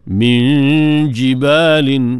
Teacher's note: dengung nun mati jumpa dengan jim ikhfa hakiki